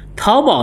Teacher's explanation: 但是桃字的这个声母是特，用到了舌头，宝字的声母是波，用到了嘴唇